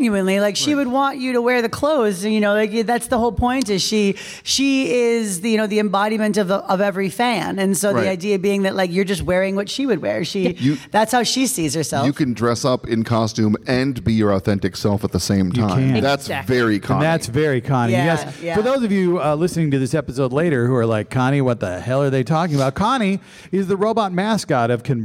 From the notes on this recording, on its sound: This week we recorded our episode live at CONvergence 2023!